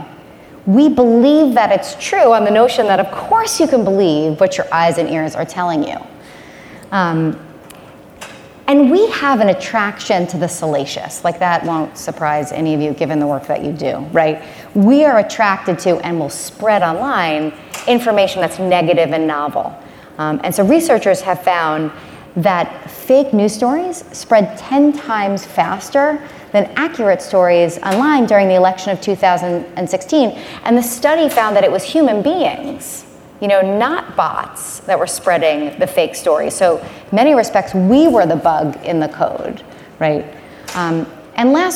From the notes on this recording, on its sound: spoke at the Page Annual Conference